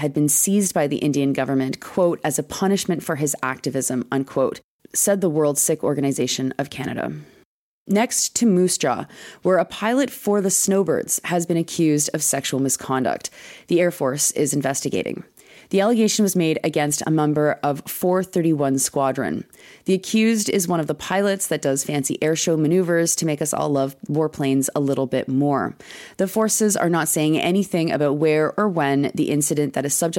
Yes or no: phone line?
no